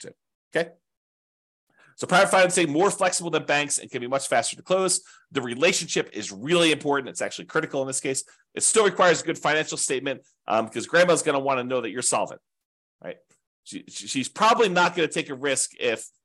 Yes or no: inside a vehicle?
no